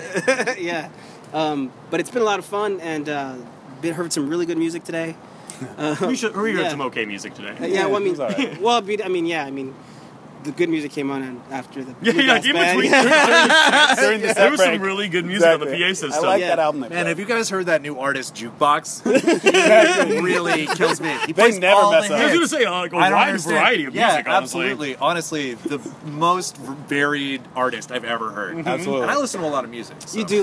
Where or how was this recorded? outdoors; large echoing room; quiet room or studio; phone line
outdoors